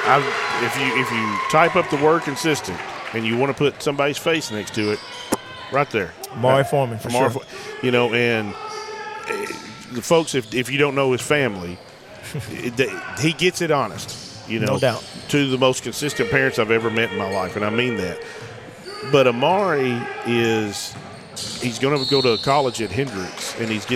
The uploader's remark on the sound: Recorded 2-2-2024 at MAIS Class 3A-District 1 Semi Finals.